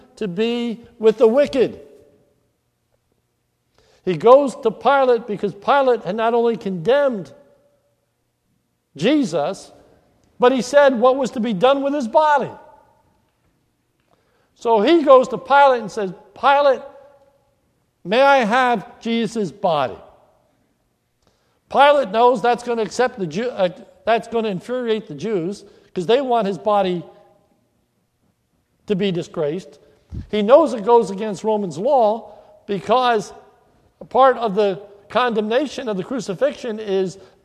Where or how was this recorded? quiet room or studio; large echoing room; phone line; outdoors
large echoing room